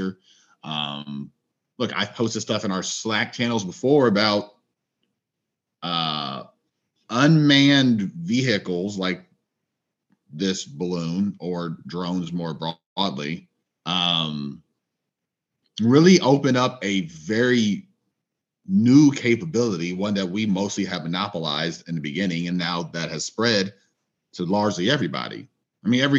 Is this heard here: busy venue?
no